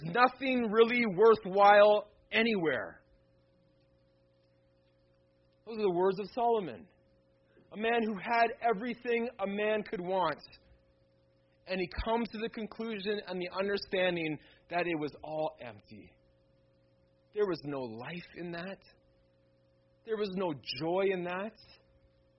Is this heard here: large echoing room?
yes